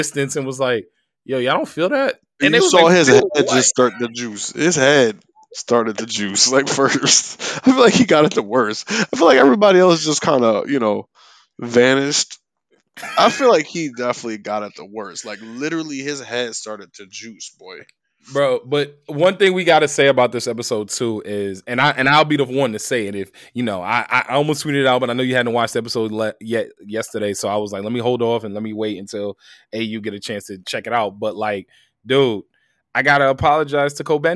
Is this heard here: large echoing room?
no